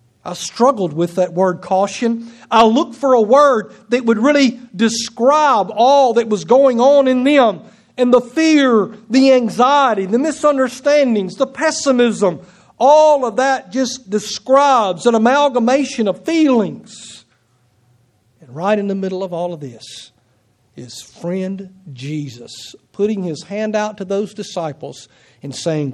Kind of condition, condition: setting, large echoing room